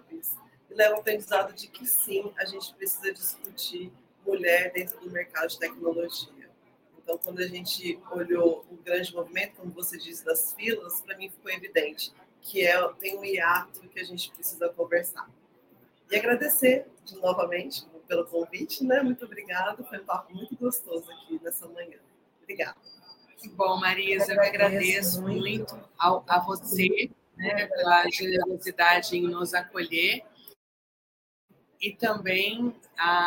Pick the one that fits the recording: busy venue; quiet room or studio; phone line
busy venue